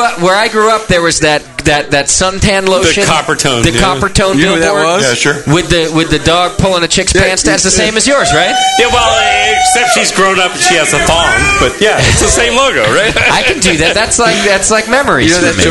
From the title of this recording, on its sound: Live from Downtown Joe’s